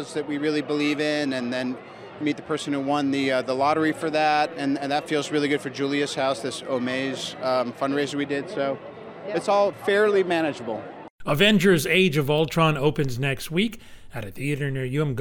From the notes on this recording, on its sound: From the Tribeca Film Festival Red Carpet